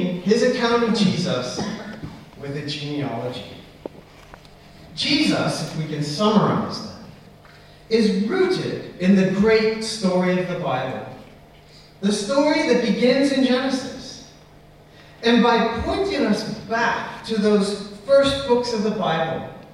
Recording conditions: poor sound quality